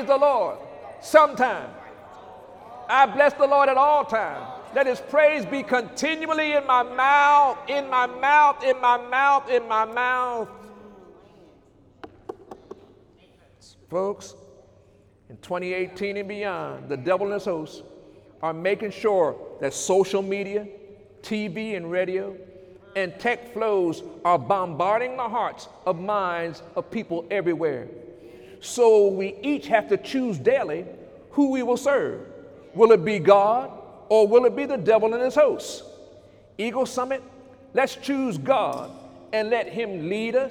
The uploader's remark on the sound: During Sunday morning service on December 16, 2018